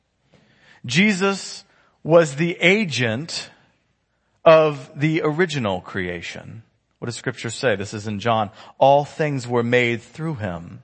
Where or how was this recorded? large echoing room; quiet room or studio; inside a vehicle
large echoing room